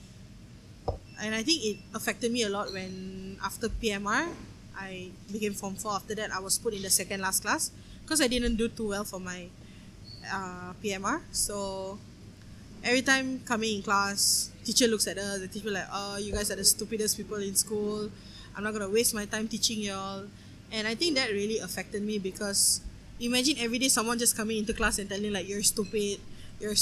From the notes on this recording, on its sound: We went to a cafe and recorded this episode.